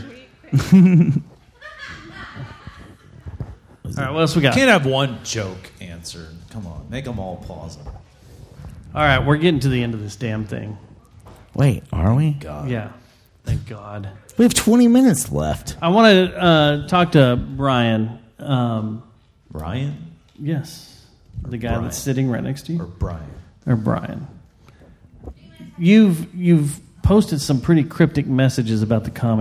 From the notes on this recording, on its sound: This week we were live from The Cicada in the lovely southside of downtown Fort Worth. Since this was our inaugural live show. The whiskey was flowing and in true JJTM fashion, things got a little wild. Thank you to everyone who came out, hung out with us, and abused the crowd microphone to set us straight in our ways.